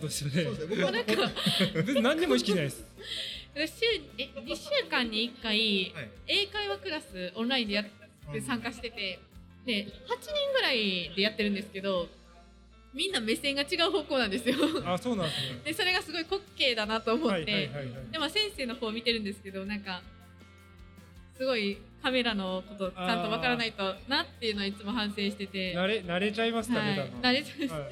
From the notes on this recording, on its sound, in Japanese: 展示会の会場で実施した公開収録